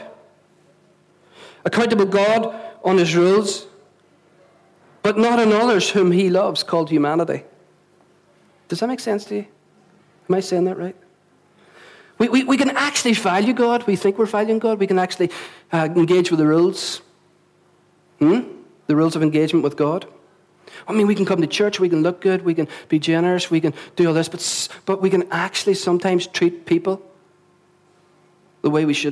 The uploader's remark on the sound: at our Sunday Celebration on 20th November 2016, recorded at 11am at our Storehouse Venue